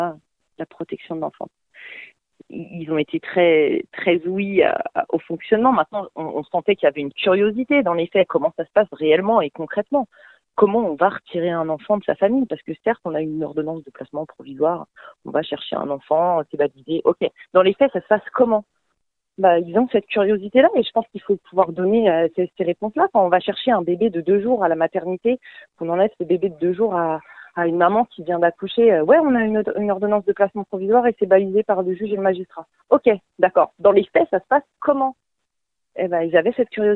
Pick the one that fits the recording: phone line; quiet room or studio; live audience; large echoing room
phone line